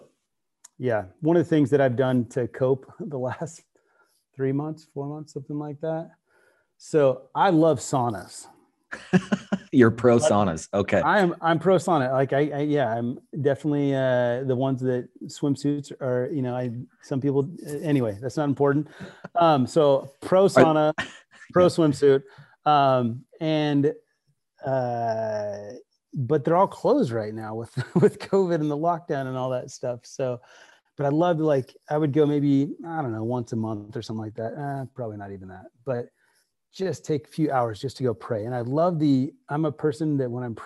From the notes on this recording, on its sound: On Zoom for a conversation.